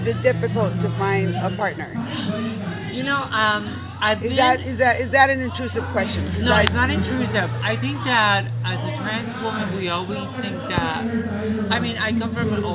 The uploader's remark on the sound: Back Stage at the 2015 Trans Party LA